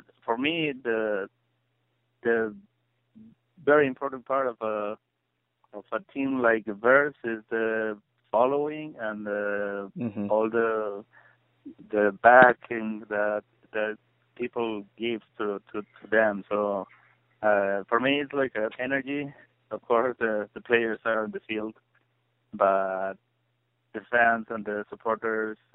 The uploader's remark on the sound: conducted a phone interview